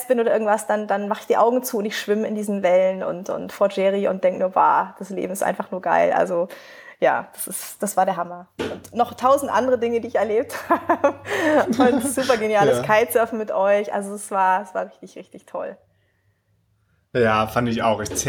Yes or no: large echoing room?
no